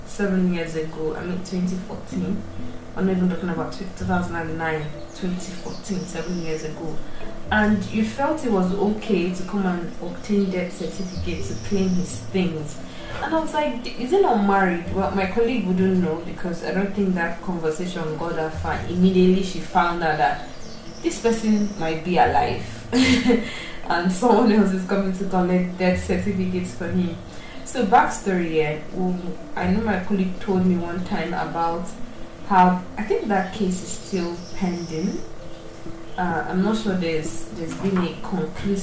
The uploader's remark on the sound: Apologies for the background sound. I guess it's my punishment for recording in the morning and not in the evening.